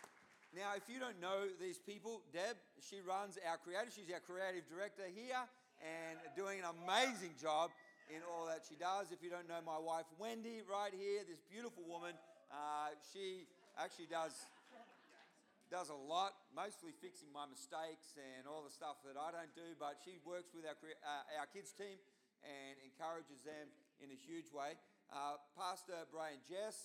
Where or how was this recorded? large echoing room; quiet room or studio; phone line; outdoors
large echoing room